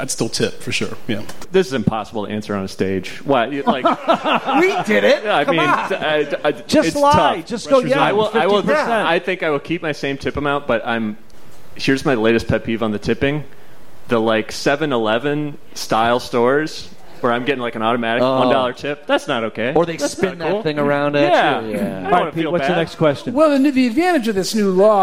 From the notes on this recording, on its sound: The Mincing Rascals Live from The Second City. Recorded in front of a live audience at The Second City.